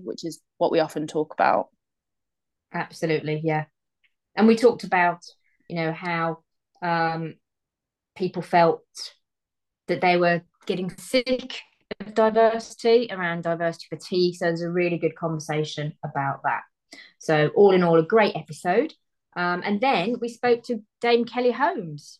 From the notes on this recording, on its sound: Boot up the old Zoom for their first remote episode.